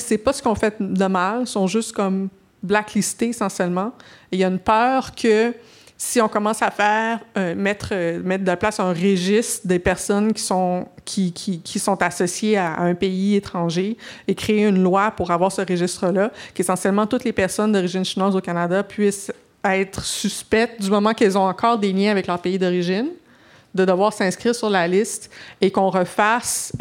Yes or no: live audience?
yes